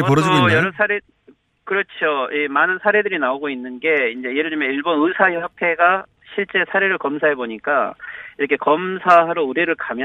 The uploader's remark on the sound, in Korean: 전화연결